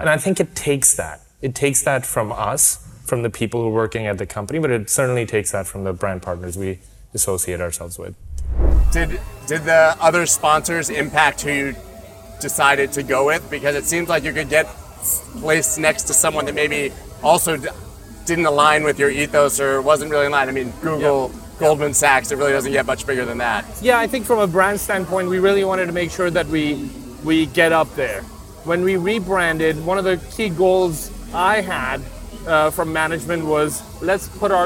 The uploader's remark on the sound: Live From Formula 1. Live from Formula1 Singapore.